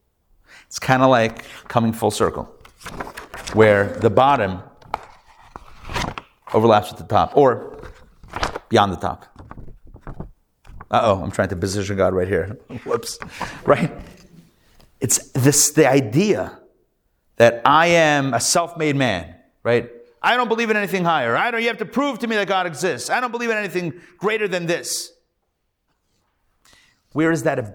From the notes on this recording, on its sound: Recorded Live at The Torah Center ATL on Wednesday, December 6, 2023